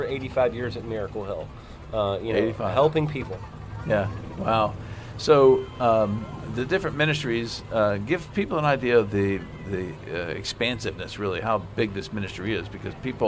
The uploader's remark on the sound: Live from the 2022 Miracle Hill Kids’ Ninja Challenge